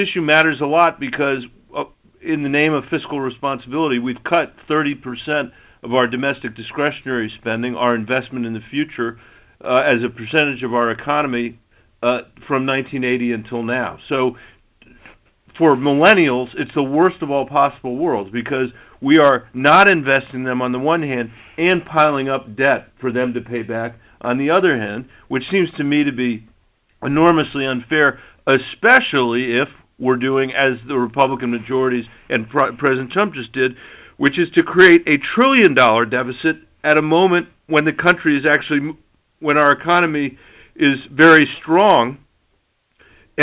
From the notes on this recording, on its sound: conference call with business leaders both from Colorado and across the country